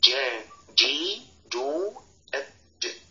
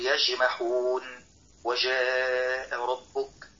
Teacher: لابد أن يلتصق وسط اللسان مع سقف الحنك · Shown in: first take · Term: مخرج الجيم